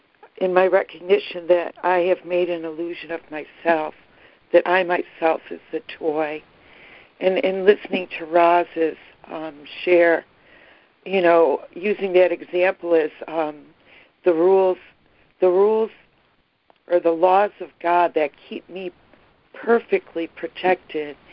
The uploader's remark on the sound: ACIM Daily Conference Call